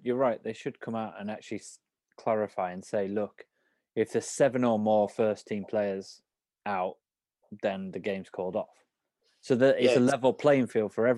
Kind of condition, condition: link, video call